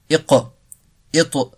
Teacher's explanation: Pour le qa et le ta, la qalqala tend vers la dhamma.